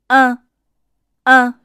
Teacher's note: 在大口，哎，的嘴型上加上鼻音，有一种沉闷的感觉